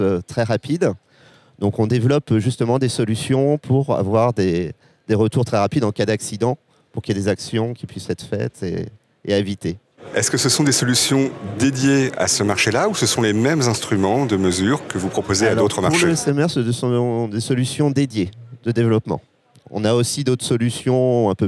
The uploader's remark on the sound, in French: Une interview enregistrée sur le salon World Nuclear Exhibition (WNE).